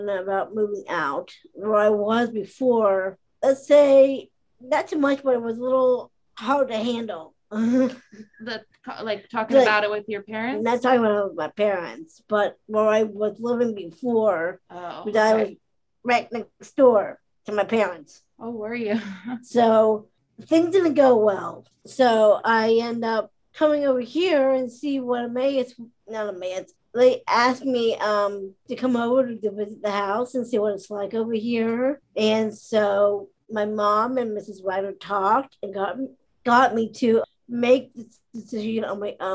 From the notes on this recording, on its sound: it was a zoom-style interview